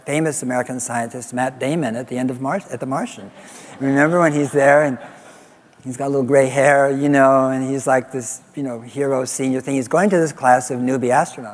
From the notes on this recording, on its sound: live interviews from GreenBiz events